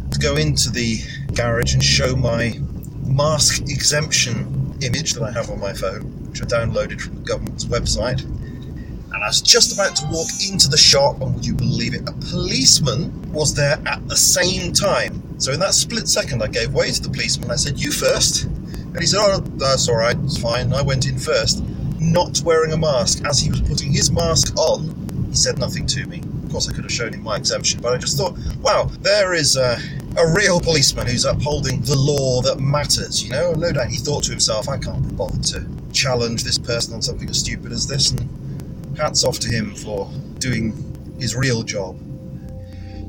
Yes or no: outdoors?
yes